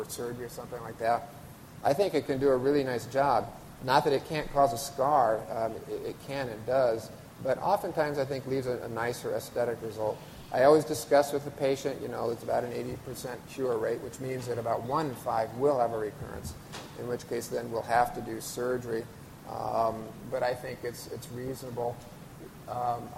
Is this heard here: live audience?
yes